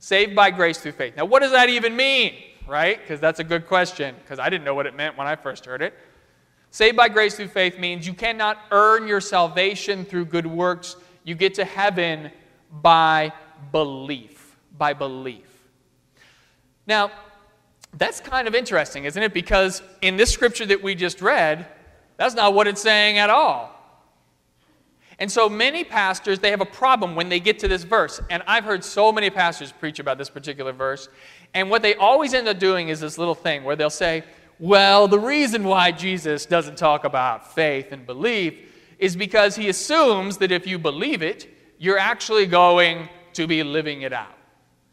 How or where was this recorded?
large echoing room